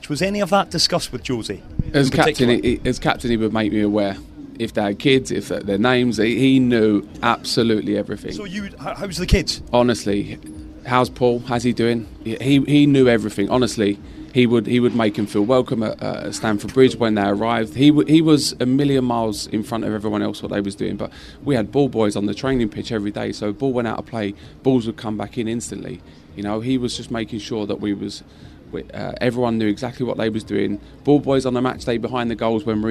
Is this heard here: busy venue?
yes